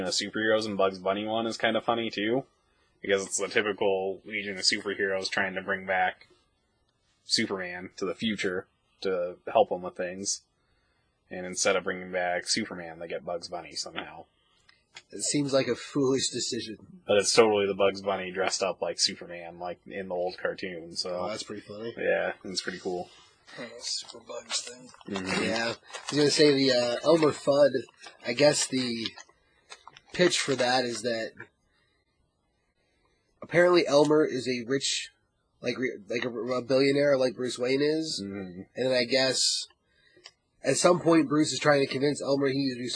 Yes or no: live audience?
no